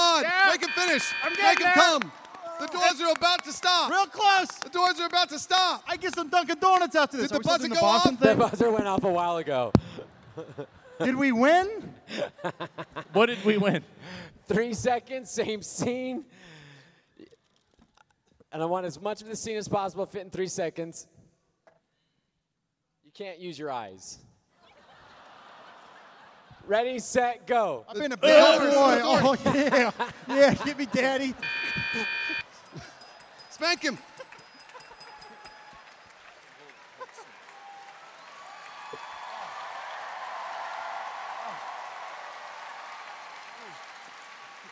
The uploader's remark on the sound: A completely wild live show during RTX Austin 2018.